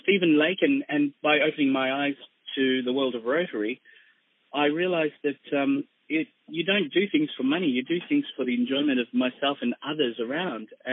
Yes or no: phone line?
yes